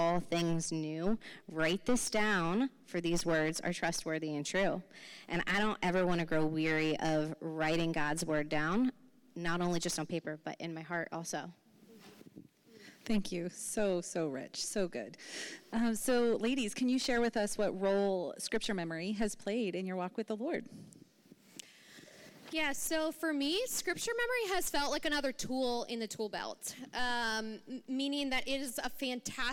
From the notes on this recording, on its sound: Recording from 11/11/23 Women's Brunch